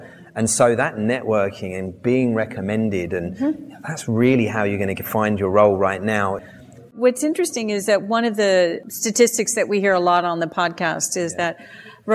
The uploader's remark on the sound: Recorded live at the recent ISC2 Security Congress, this panel discussion.